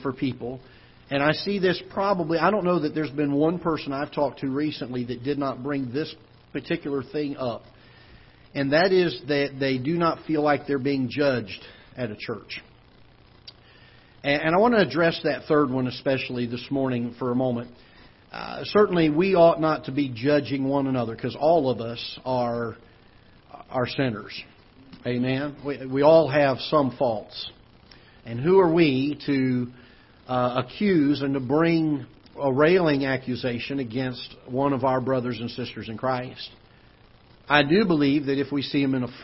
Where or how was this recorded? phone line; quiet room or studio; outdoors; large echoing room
large echoing room